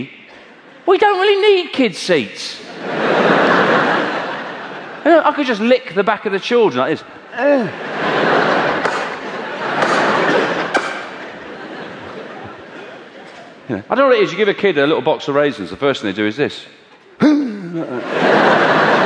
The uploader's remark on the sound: Lockipedia was recorded at the world famous Hammersmith Apollo during the height of his sell-out tour of Britain and Ireland. He mixes stand up with his new audience interactive section Lockipedia.